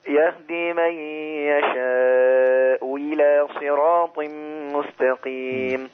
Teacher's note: احقق الهمزه الاولى وابدل الهمزه الثانيه · Term: الإبدال